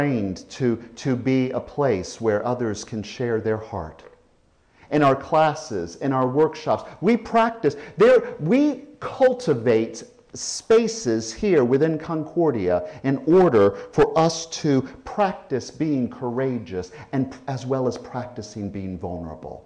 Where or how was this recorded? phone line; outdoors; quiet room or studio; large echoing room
large echoing room